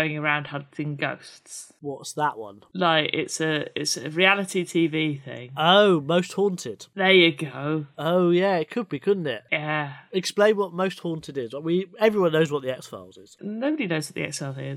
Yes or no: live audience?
no